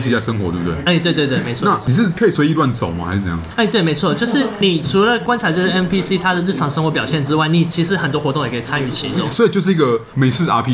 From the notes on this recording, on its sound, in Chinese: 本集白噪音指數：蚊風級 1/5。錄音地點： BUZZ Cafe & Beer。